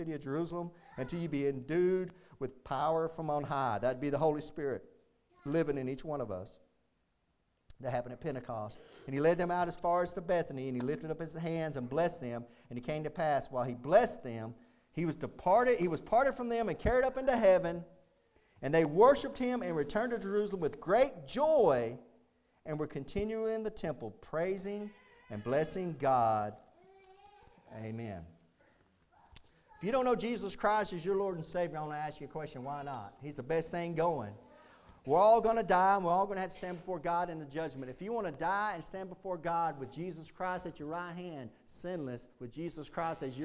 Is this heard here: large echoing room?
yes